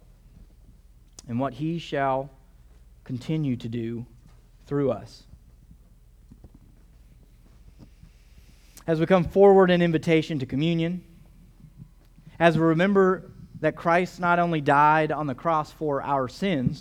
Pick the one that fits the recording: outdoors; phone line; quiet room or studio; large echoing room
large echoing room